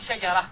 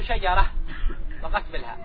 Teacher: العرب تقف عليها بالسكون، تقول شجرة. يعني العرب إذا وقفت على التاء المربوطة تقلب التاء المربوطة هاء. · Term: تاء التأنيث المربوطة